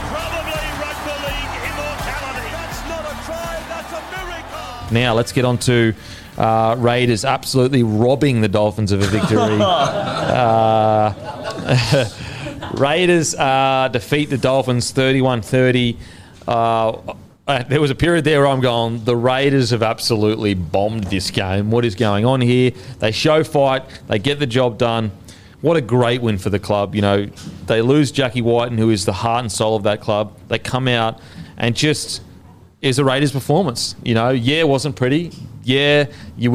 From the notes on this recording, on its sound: in front of our live crowd